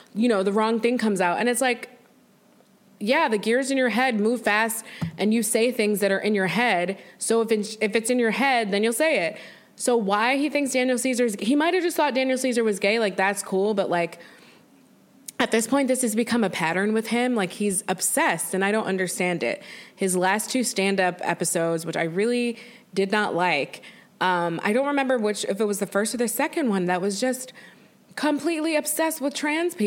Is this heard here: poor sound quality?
no